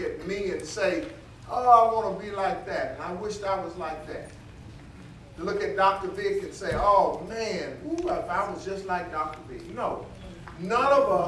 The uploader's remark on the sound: Teaching the lesson live in the sanctuary.